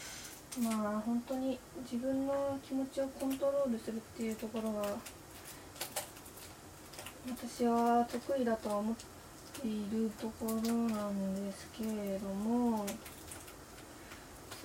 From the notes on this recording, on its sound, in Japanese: 鶏飯作りながら初回を録る。鶏飯という料理を作りながら録りましたが、初めての料理しながらのラジオ、いい感じの生活音かもですね。でも録ってる間にしてたのは丸鶏ガラスープを作るグツグツ音だけでしたが！